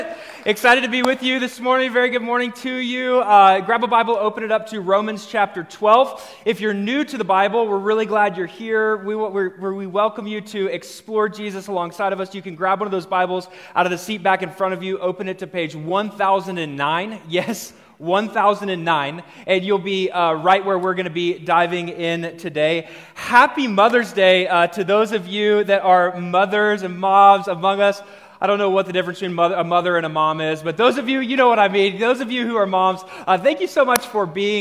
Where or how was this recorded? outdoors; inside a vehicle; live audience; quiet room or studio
live audience